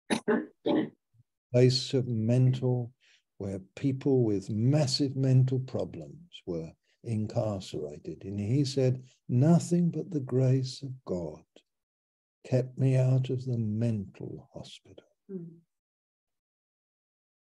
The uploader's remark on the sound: Malaysia Meets (Zoom).